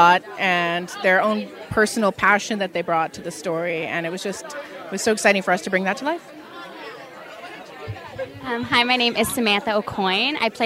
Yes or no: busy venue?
yes